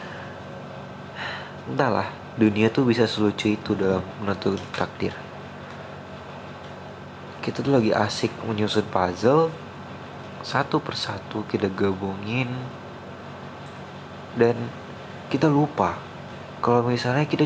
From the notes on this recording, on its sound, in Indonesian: Maaf kalo episode kali ini terlalu bising dengan kendaraan.